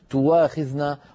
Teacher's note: ورش رحمه الله يبدل الهمزة واوا في كلمة تواخذنا فرواها لنا تواخذنا، وهي لهجة عربية صحيحة فصيحة.